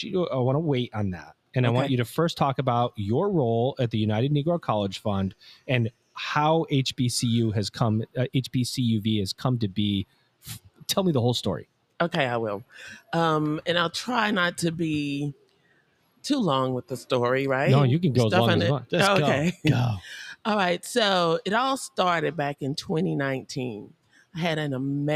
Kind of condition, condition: setting, busy venue